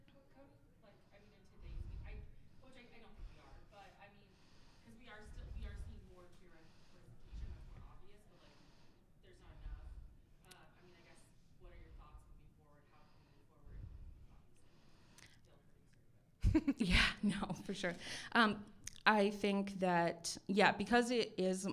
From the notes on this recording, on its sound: LIVE AT TREEFORT MUSIC FEST 2023. Live from Podfort at Treefort Music Fest 2023.